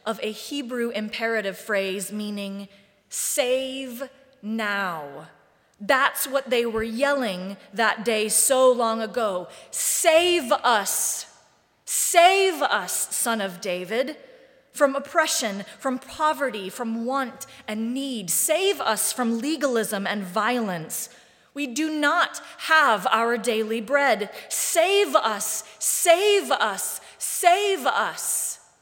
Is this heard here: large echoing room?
yes